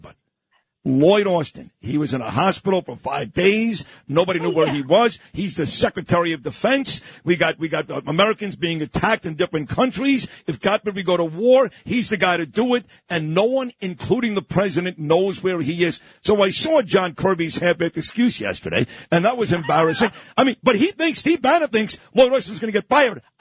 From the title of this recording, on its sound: calls